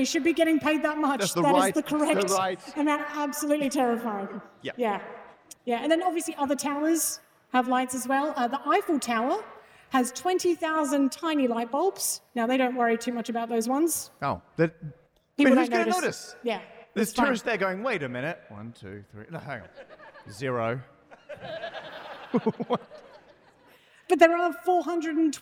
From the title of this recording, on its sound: live at Bluedot Festival